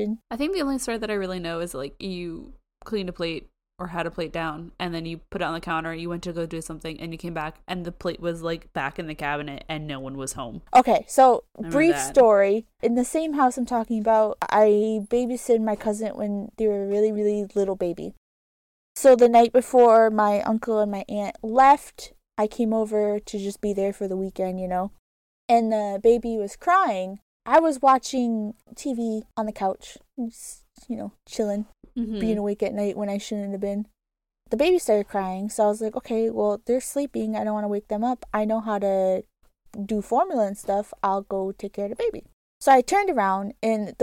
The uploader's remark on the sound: sorry for the wind effect.